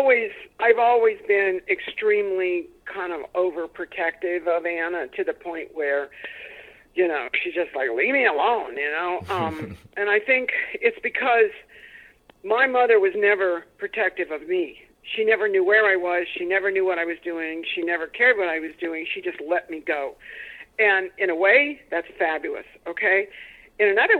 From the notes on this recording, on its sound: We have a great phone conversation